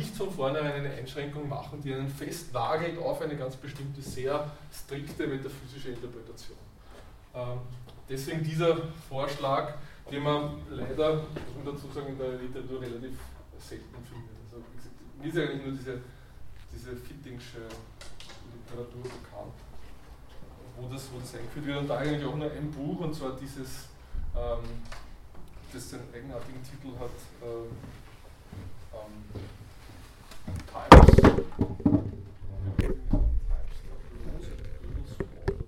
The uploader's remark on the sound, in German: Diese Vorlesung wurde von Studierenden aufgenommen